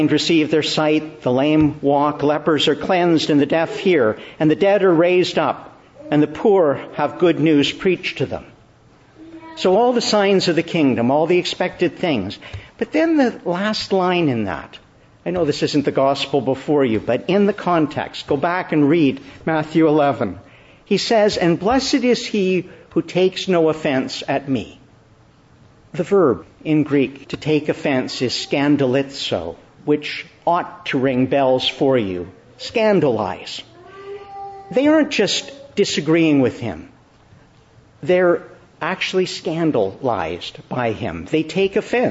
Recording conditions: large echoing room